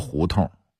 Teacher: 很生硬的把胡同的同读成同志的同，其实它应该儿化韵，读痛，同发痛快的痛的音